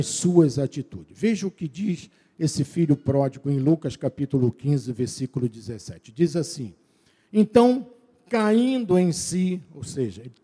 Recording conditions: large echoing room